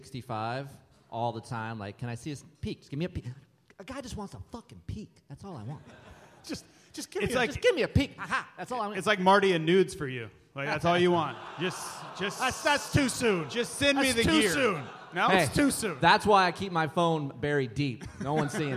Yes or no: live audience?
yes